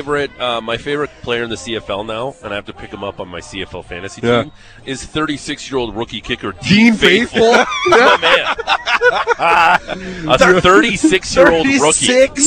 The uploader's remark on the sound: The Big Show is Live from Stampede. Today the guys are set up live from the Stampede parade route!